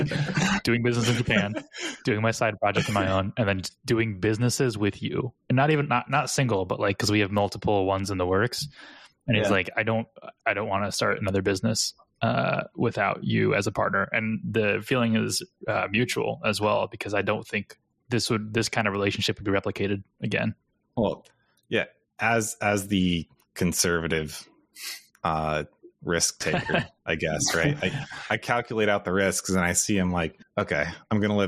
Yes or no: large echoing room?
no